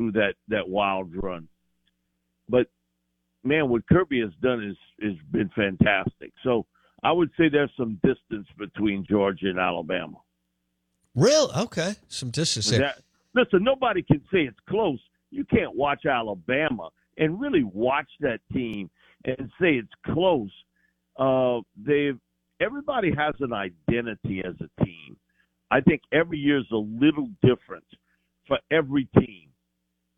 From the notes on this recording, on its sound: Joins the show on the Farm Bureau guest line talking about college football live in the BankPlus Studio.